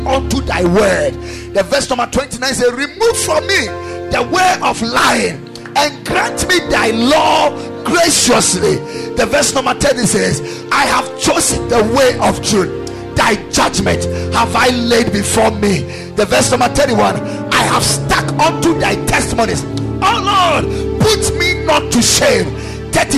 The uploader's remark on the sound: Preached at Ekklesia Chapel.